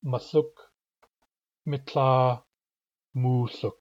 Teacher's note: So these differ in whether the M is glottalized, in the vowel of the first syllable, and also in length.